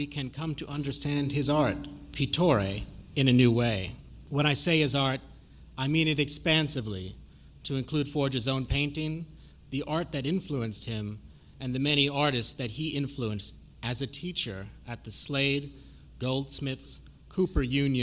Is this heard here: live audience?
yes